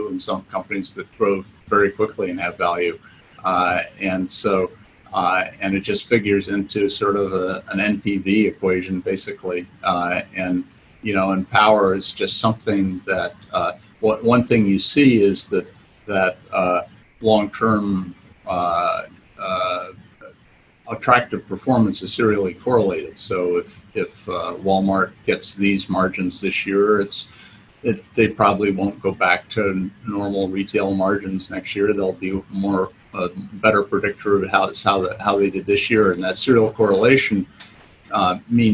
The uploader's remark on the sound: Book Club recordings were hard to digest as Zoom recordings. We stripped out the audio and are posting it here in podcast form.